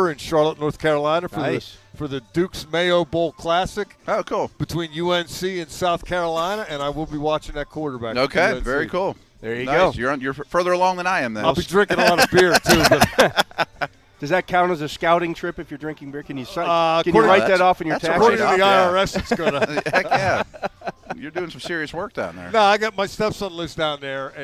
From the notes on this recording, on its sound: live from the UPMC Rooney Sports Complex on day 8 of Steelers' OTAs